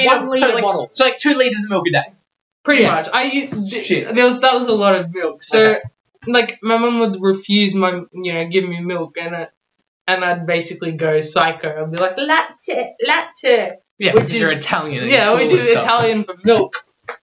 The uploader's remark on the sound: keep in mind we will have a much better mic next episode